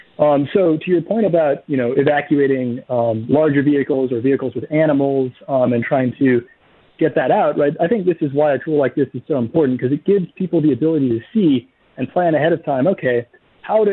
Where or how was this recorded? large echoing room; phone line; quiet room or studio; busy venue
phone line